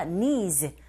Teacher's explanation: needs가 아니라 needs. 바로 z로 가시면 되는데 강세 e 이 부분에 주시고요. needs to be done 여기 강세 주시고 어떻게 manually manual 할 때 혀가 we need로 붙게 되죠.